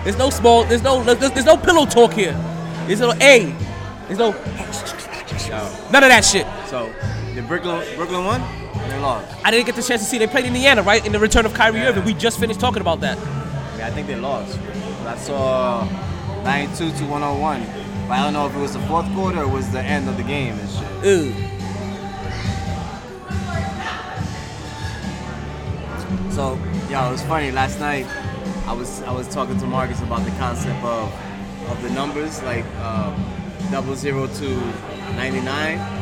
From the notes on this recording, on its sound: Live From The New & Improved Sharkeys